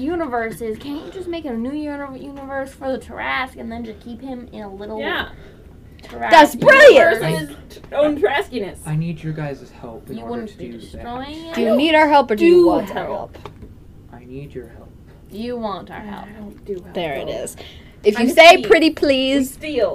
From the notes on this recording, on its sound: (Headphone Warning). Keep your headphones off, or very quiet, for this episode. Something happened to our recorders.